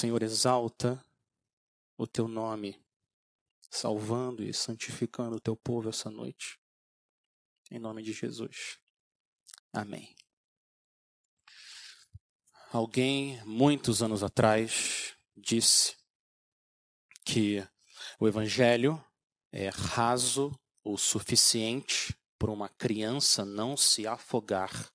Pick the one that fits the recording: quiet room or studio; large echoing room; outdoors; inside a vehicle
large echoing room